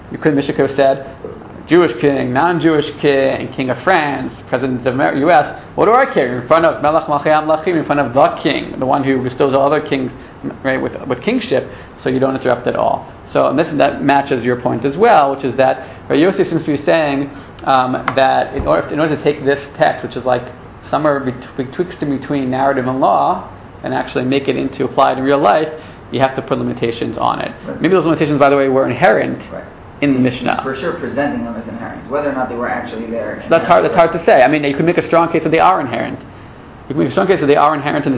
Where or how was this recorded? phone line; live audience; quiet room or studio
live audience